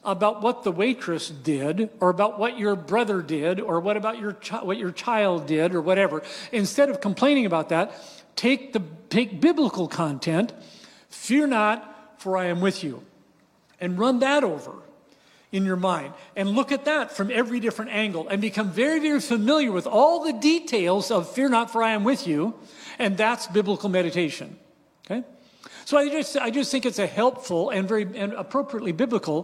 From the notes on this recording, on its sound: Breakout 2 from "Awe & Wonder: A Conference on Prayer," hosted by Thrive Harbor on July 8, 2023 in Gig Harbor, WA.